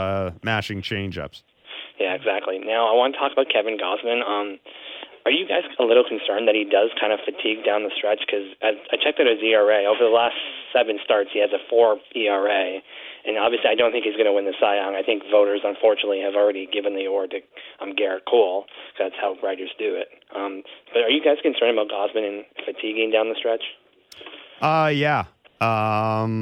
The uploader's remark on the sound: They take your calls